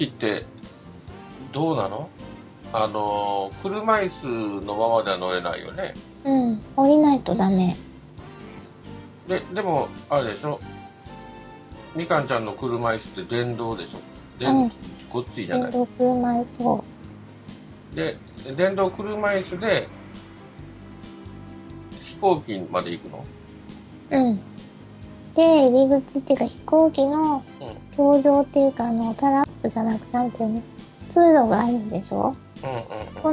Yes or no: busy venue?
no